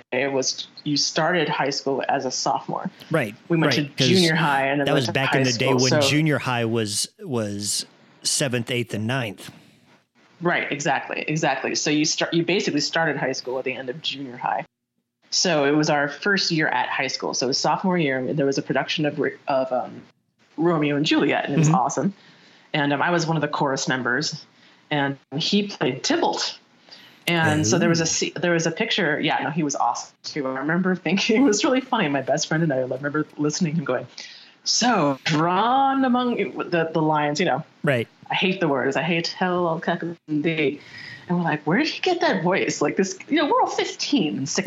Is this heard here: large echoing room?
no